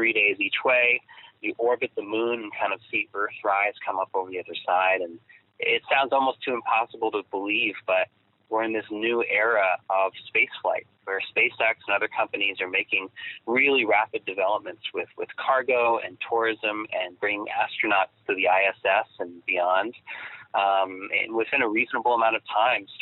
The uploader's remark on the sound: have a quick phone chat